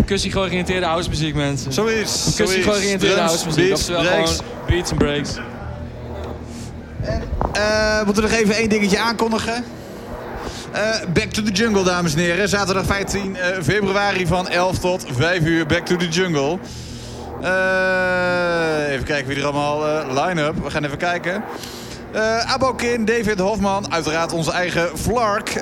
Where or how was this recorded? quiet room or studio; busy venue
busy venue